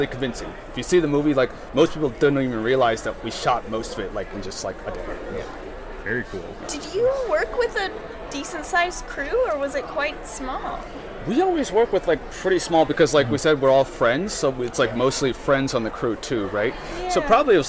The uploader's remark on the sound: We are live, on-location at the TCL Chinese Theatre for the 19th annual Oscar Qualifying HollyShorts Film Festival , as the official podcast partner.